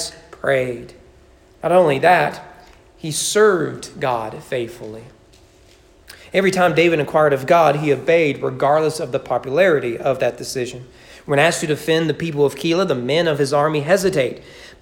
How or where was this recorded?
large echoing room